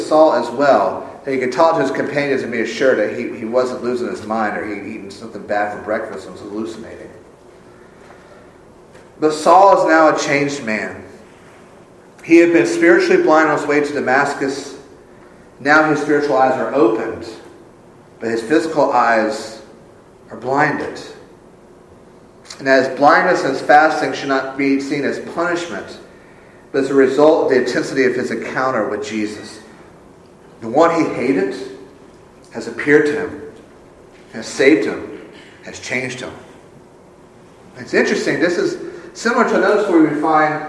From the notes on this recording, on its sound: Full service is recorded